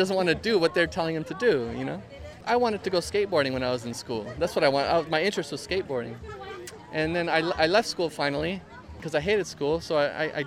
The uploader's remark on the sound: Live from the Byron Farmers Market every Thursday morning